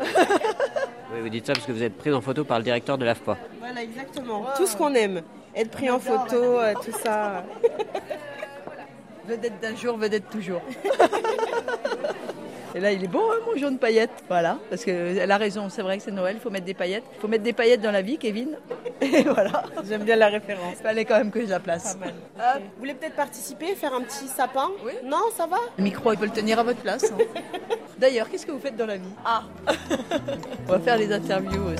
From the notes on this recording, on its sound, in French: Un marché éco-responsable de Noël. Le Feuilleton de la semaine propose une promenade au gré des stands à la rencontre des exposants et des visiteurs.